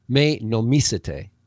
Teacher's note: The accent is the accent's on the second syllable